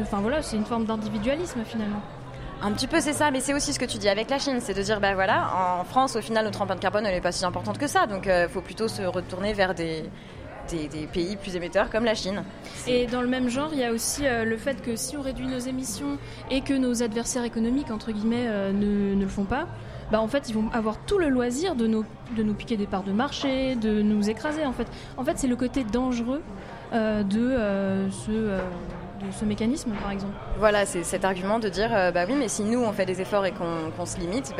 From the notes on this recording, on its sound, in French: Parce que le 12 juin nous n'étions pas en studio, mais au Festival Avance Rapide à Dock B à Pantin, et c'était le feu !